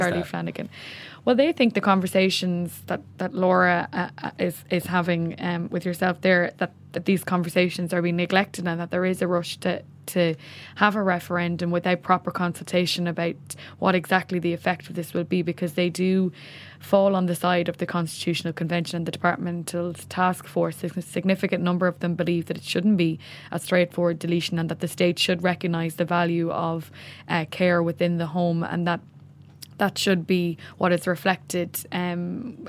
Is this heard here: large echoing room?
no